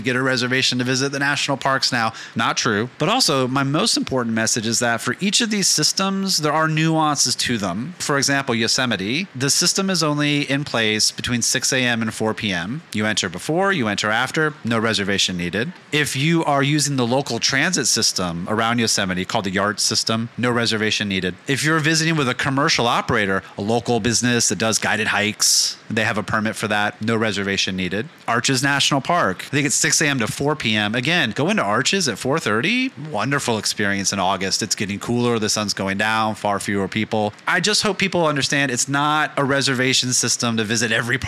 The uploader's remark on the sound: Live From IPW